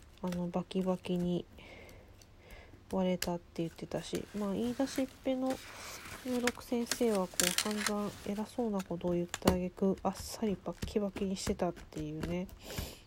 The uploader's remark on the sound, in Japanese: 作業し乍らの為、雑音多目です